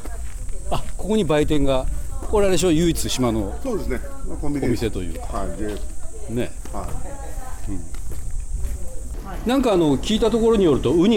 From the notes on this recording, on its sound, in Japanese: 姫島初上陸！予定も決めず、ただ島を歩いているところを録音しています。海や風の音、歩く音、雑音なども拾うので。